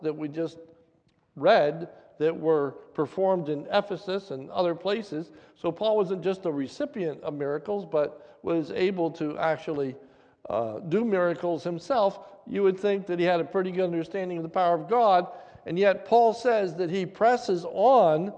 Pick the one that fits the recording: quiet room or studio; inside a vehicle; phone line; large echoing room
large echoing room